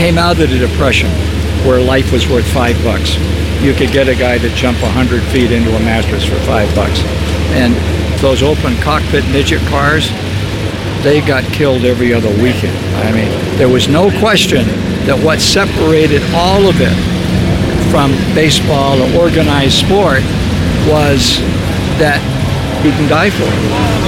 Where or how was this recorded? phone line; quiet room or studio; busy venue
busy venue